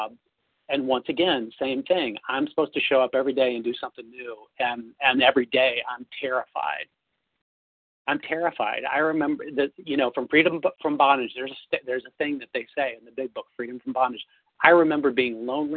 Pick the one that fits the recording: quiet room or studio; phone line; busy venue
phone line